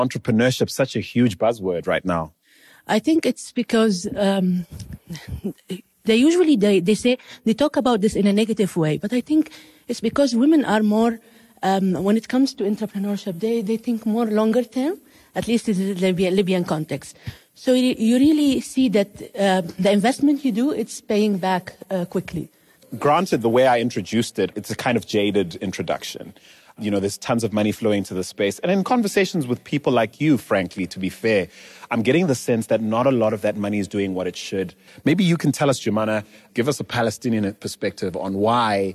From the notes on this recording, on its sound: This brief fire-lighter conversation was taped live on stage at SPARK’s 7th Annual IGNITE Conference in Amsterdam.